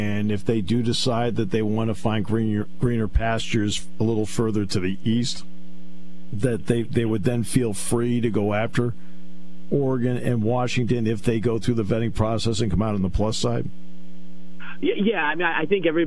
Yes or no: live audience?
no